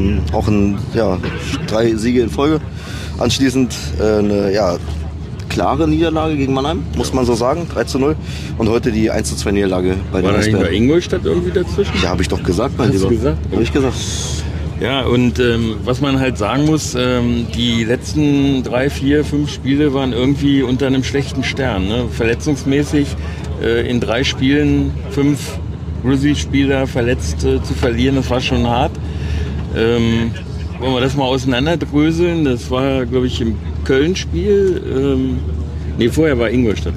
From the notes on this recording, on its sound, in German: Das Podcast-Duo war dieses Mal aber nicht, wie sonst per Internet miteinander verbunden, sondern nutzte unter dem Motto „Thank you for travelling with Deutsche Bahn“ die Rückreise im ICE vom Auswärtsspiel der Grizzlys beim Rivalen in Berlin. Dass die Stimmung im Abteil trotz der Niederlage und der schlimmen Verletzung von Fabio Pfohl beim Klassenprimus unter den mitreisenden Wolfsburger Fans gut war, kann man im Hintergrund der Aufnahme gut hören. Wie von uns gewohnt hört ihr auch noch einige O-Töne.